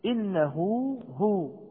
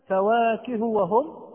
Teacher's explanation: إنه هو، تحولت هذه الهاء إلى هاء وواو، أو هذه الضمة، هذه الضمة التي على الهاء تحولت إلى واو فعلا · Shown in: first take · Term: مد الصلة